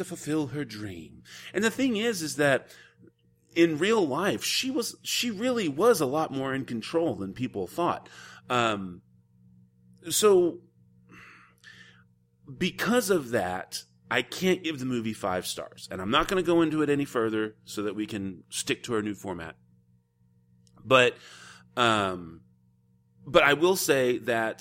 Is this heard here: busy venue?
no